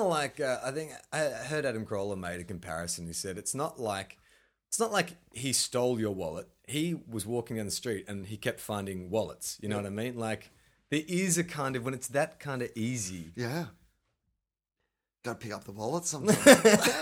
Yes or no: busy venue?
no